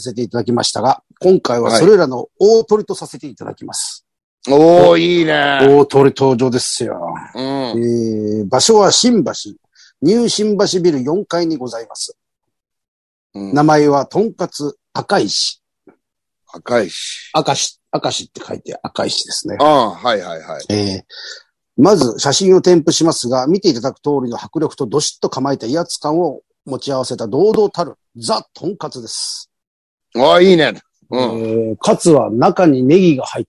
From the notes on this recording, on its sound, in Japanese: ZOOMで収録